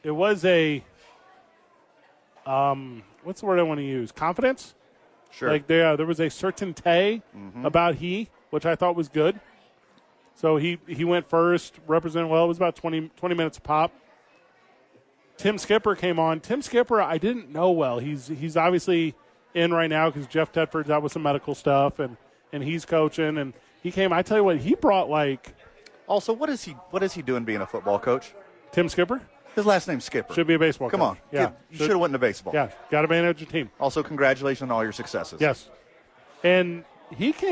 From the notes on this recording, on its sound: live from Sadies on 4th!